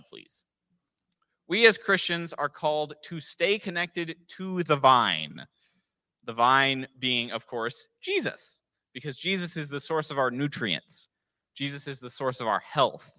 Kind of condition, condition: setting, large echoing room